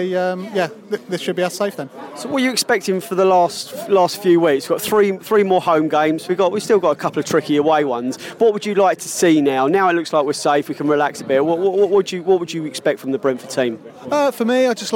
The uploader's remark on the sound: Post Match Podcast from the pub.